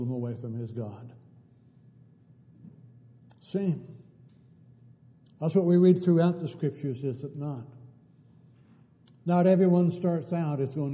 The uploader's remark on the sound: Downtown Church Of Christ Audio Sermon.